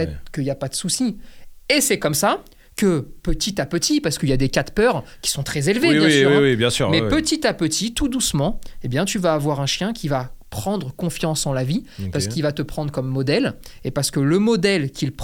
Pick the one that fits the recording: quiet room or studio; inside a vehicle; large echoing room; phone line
quiet room or studio